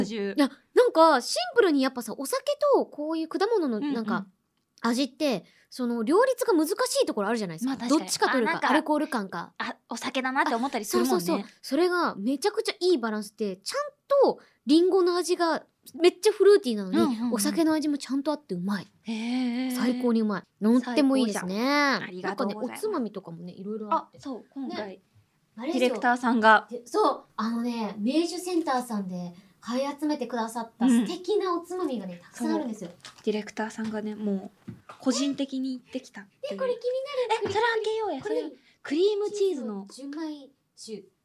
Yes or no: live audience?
no